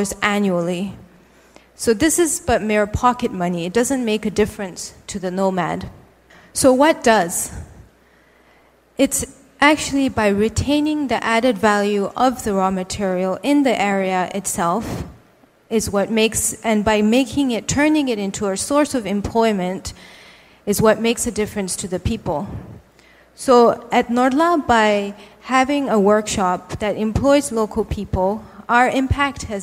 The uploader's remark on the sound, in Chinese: 一席现场